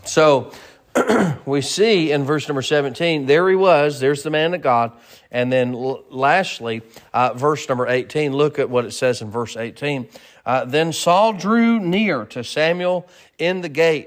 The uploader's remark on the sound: Sermon preached at Mid County Baptist Church